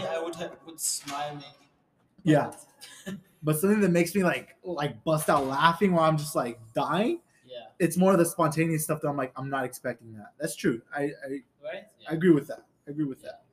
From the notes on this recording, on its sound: Anchor Did Us Dirty! Technical Difficulties.